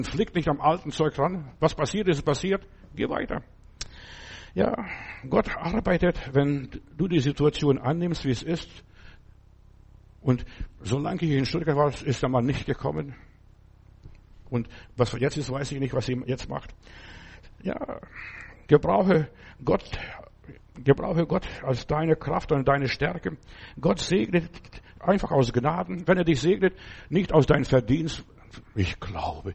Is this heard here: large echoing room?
yes